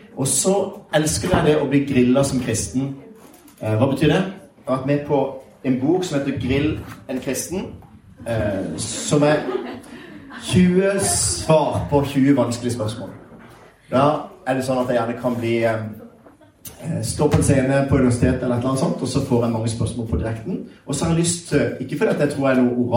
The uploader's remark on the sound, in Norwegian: Skolen har også en kristen profil. Var invitert for å spille inn en episode av Pastoren og Psykologen med eleven som publikum. Publikum er unge mennesker.